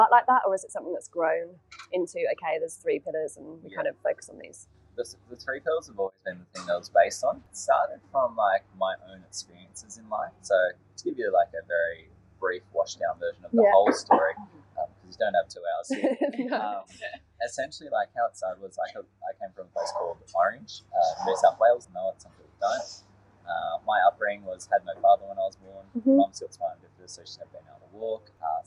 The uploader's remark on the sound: This episode was recorded at Vandy's Cafe in Buderim. This episode was recorded at Vandy's Cafe in Buderim. Please note with our very first episode we have some (maybe inevitable) sound & tech issues that we have since resolved!